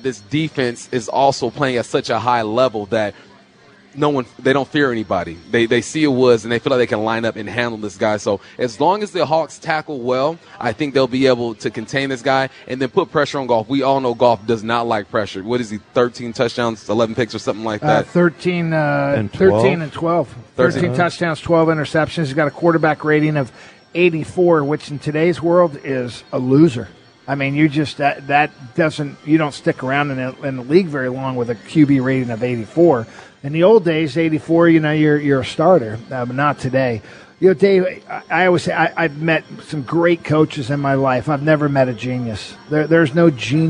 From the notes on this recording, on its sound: live at Snoqualmie Casino